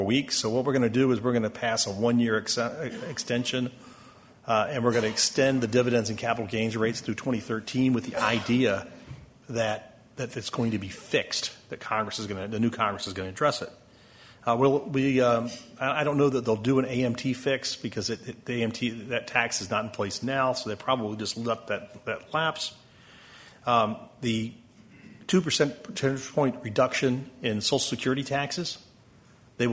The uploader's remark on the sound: Closing Keynote. Conference Audio.